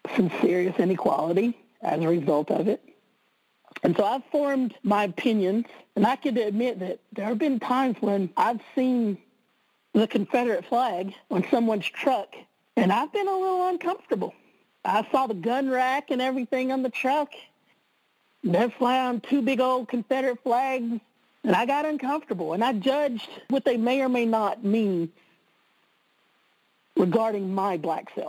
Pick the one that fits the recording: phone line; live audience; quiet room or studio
phone line